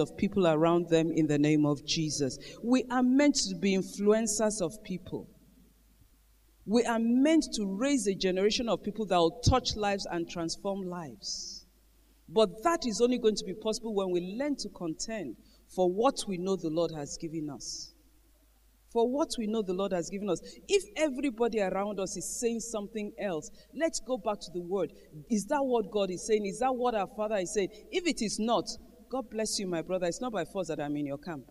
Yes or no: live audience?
yes